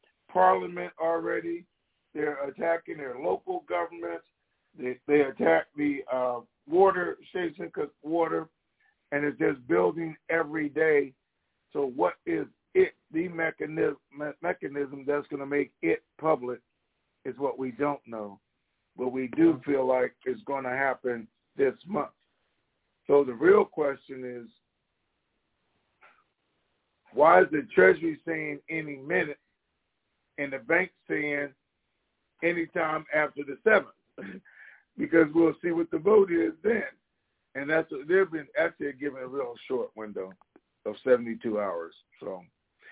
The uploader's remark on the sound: TNTSuperfantastic Conference Call